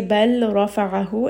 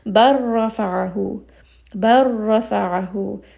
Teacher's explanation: So now you can hear I've dropped that lam, I've merged it with the ra. · Shown in: second take · Term: idgham